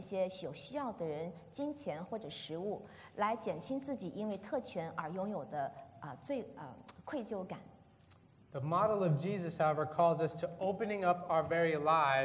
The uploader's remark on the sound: This is a sermon from September 1st, 2019 at Lexington Chinese Christian Church